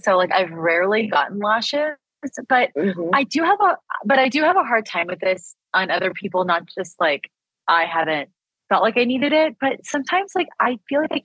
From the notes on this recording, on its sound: We had to record over ZOOM this week due to scheduling conflicts & illnesses so our audio definitely took a hit. It doesn't sound great.